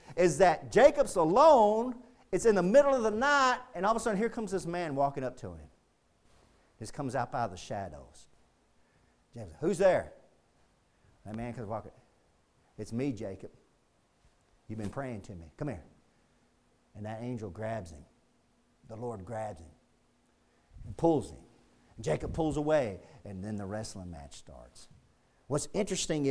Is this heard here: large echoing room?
yes